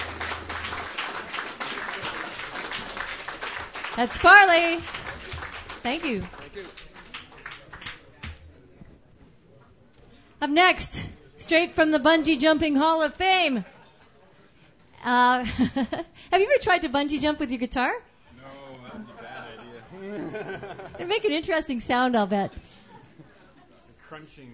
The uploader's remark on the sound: Sunday Night Open Mic. What an attentive and energetic audience. It was another standing room only night...